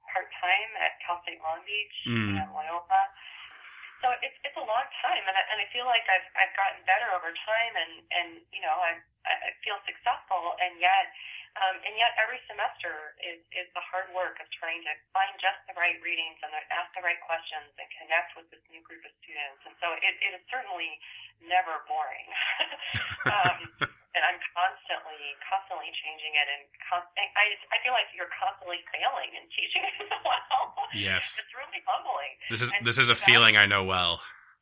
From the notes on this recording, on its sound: We spoke by phone, so the sound quality could be a little better